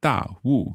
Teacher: So that's fourth tones each word, da and wu.